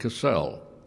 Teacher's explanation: your last name was pronounced with the accent on the second syllable